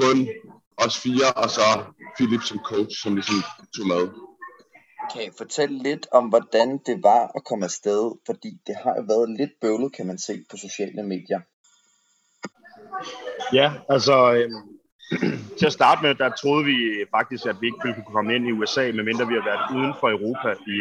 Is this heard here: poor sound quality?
yes